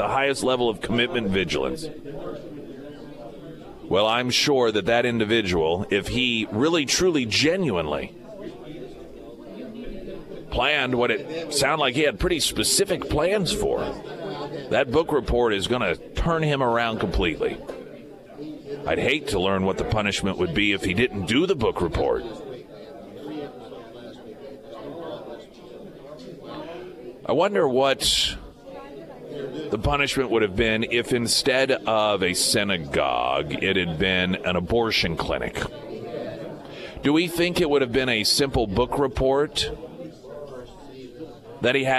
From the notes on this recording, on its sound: live at Scramblers Diner for the Friday Road Show.